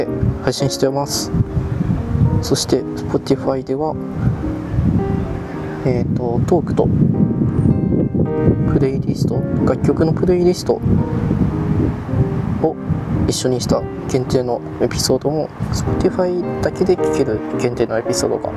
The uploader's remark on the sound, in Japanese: 外収録したかったし移動にスマートに収録したい。移動しながらスマートに外で収録して見たかったです。出来ませんでした。